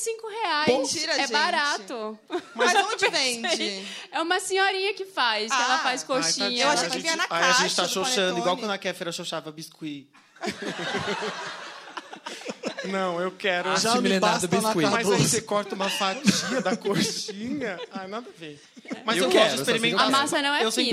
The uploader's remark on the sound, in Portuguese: Especial de Natal ao Vivo